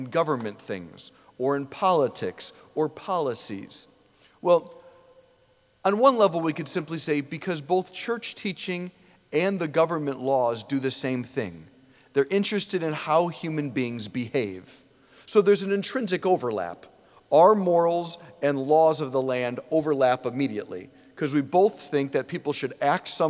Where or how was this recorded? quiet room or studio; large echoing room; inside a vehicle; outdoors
large echoing room